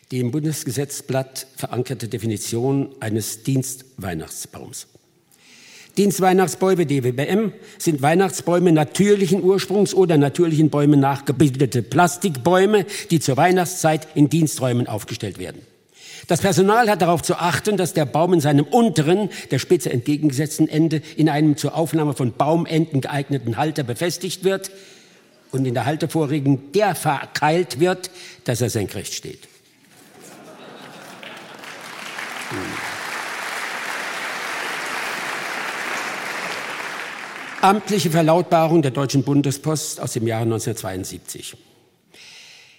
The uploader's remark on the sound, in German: Mitschnitt des Konzertes vom 21. Aus dem hr-Sendesaal in Frankfurt.